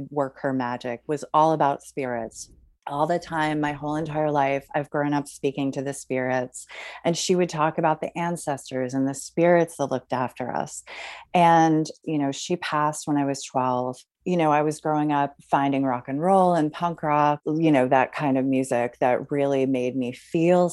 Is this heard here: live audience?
no